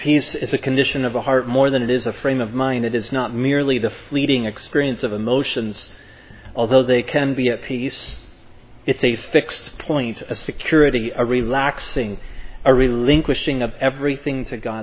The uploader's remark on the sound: Preached at Providence Church on Sunday, May 22, 2022. This sermon on Psalm 122 was preached at Providence Church.